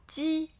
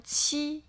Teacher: 鸡的气流比较弱，七的气流更明显